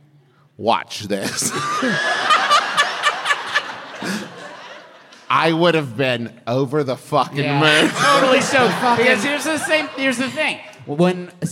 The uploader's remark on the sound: Live from the dreamy Carpenter Theater in Richmond, VA!